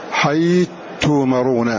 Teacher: فإضغام الثاء في التاء بحيث لا يظهر شيء من هذه الثاء إضغاما كليا